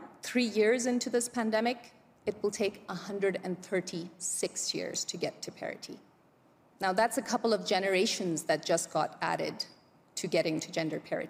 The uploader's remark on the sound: This session was recorded 19 January at the World Economic Forum 2023 Annual Meeting in Davos, Switzerland.